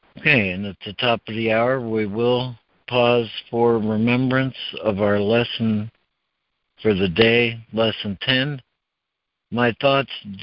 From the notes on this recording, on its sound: ACIM Daily Conference Call.